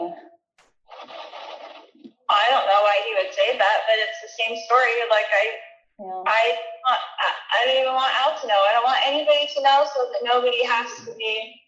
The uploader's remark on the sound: a recorded phone call